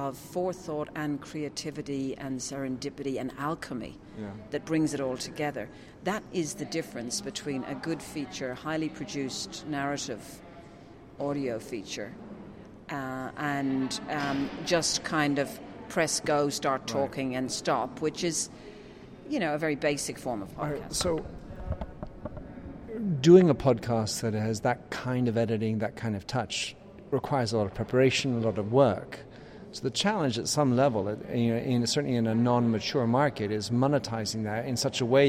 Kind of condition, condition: setting, busy venue